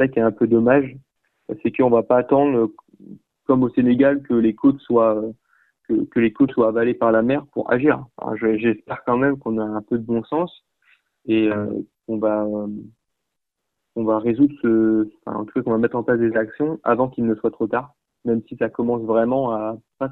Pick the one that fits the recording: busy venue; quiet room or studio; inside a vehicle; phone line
phone line